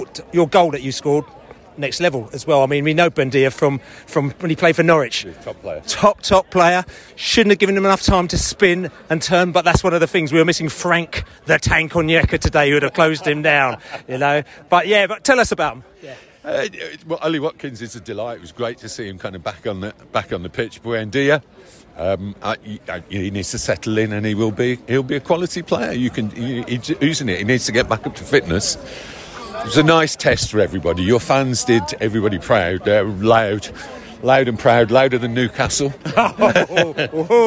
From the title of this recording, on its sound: post-match podcast from the stands